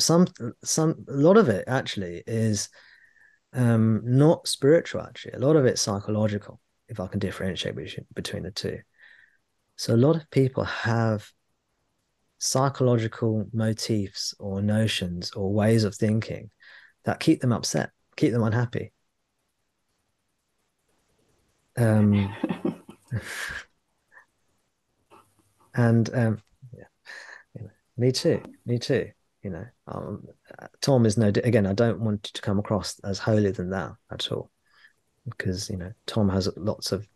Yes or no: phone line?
no